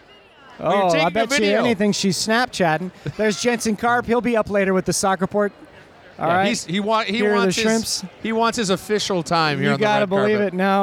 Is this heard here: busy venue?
yes